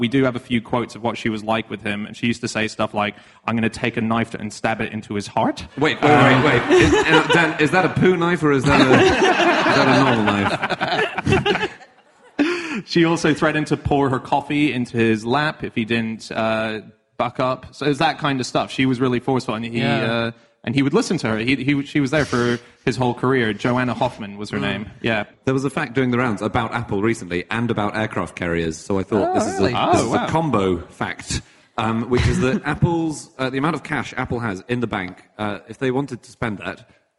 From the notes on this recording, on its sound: Live from Edinburgh